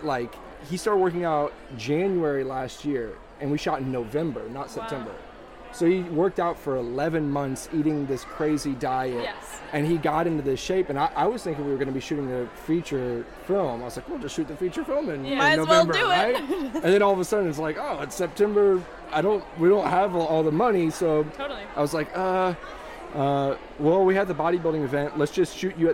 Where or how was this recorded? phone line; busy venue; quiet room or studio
busy venue